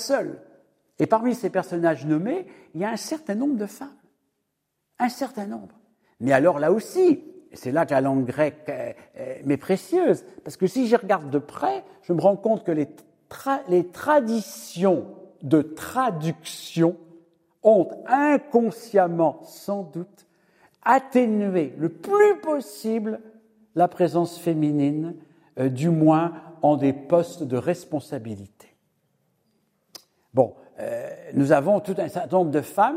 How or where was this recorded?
live audience